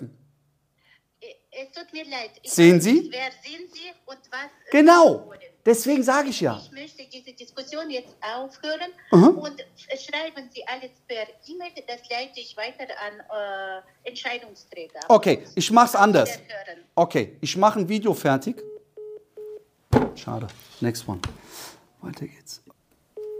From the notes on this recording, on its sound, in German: Live-Telefonie | Uncut. Aus 5 Cold Calls einen Termin vereinbart.